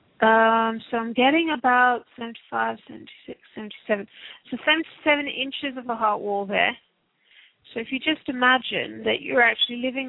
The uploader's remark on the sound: Takes your calls for healing live today!